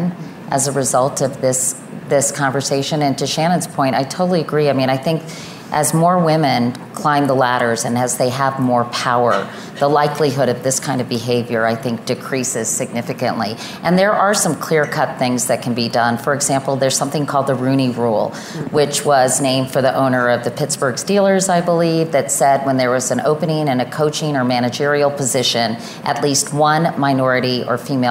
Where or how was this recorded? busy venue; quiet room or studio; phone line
busy venue